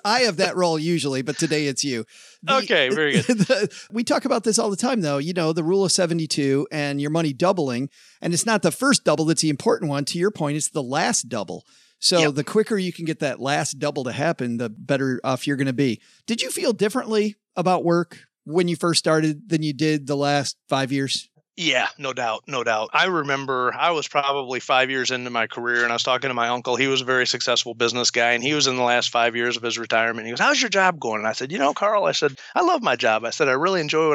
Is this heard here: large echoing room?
no